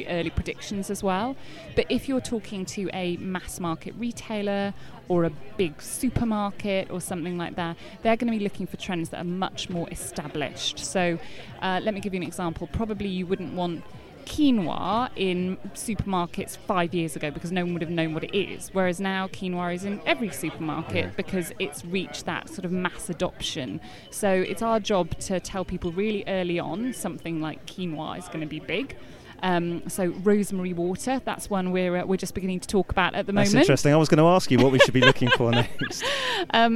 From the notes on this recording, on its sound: The second of our series of shows being produced at Cannes Lions International Festival of Creativity 2017